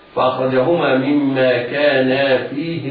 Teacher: الهاء تنطق غير موصولة بحرف مد